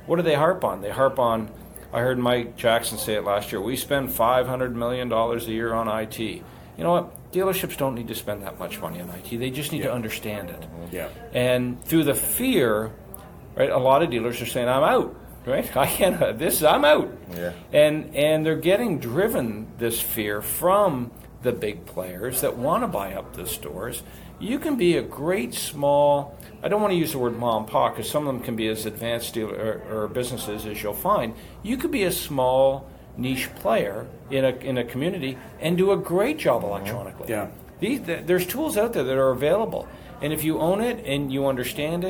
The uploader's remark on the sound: We did this session live at Canadian Digital Dealer